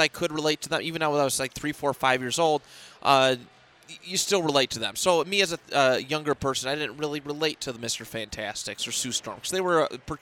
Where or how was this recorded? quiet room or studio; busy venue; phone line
busy venue